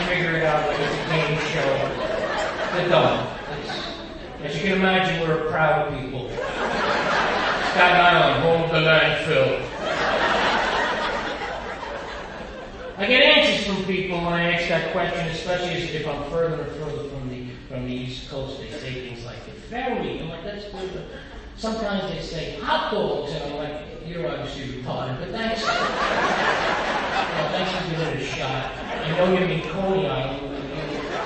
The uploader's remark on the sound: The quality is pristine . I recorded it on my phone! It was a pumped-up crowd, on a sold-out Saturday night .